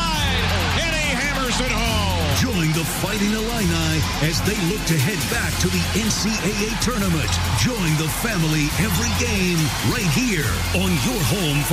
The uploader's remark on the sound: The show hosts a radiothon for St. Martin de Porres Center to help families with food and clothing live from Knights of Columbus Council 364.